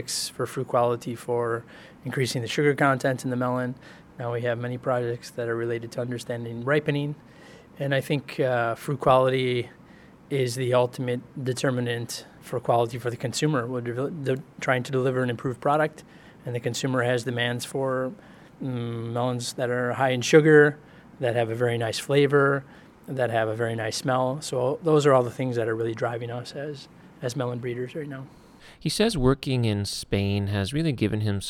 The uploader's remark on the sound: On location in Davis, California at Cucurbitaceae 2018